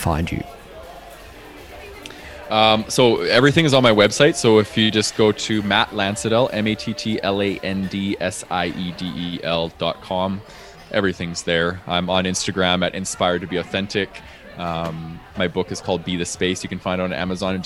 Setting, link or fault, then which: setting, busy venue